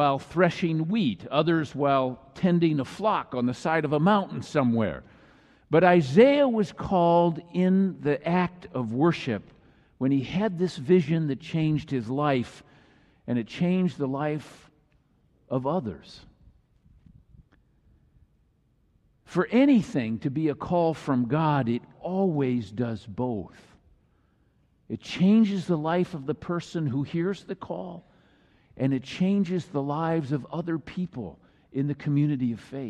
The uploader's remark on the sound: Message delivered during the Traditional Worship service in celebration of Choir Recognition Sunday.